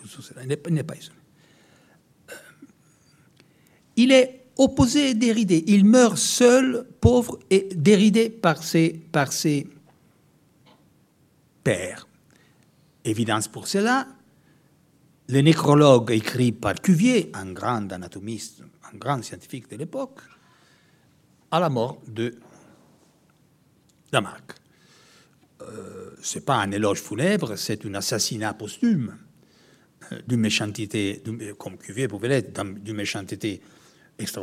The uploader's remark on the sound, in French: Conférence inaugurale, dans le cadre du congrès de la Société française d’histoire des sciences et des techniques, qui s'est déroulée à Bordeaux du 19 au 21 avril.